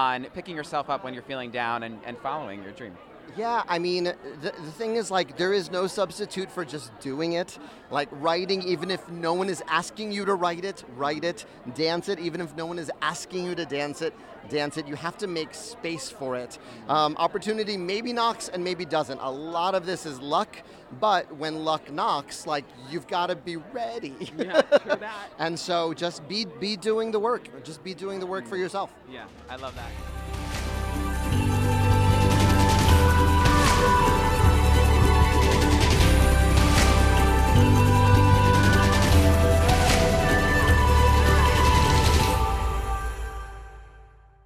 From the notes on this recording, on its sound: Live from New York, New York 's opening night on Broadway. Live from New York, New York 's opening night on Broadway.